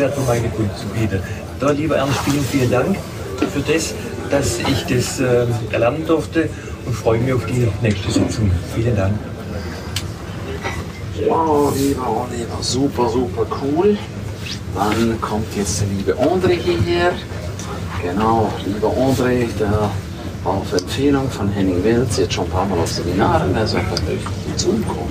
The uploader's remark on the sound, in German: Live von der 2ten One Million Mastermind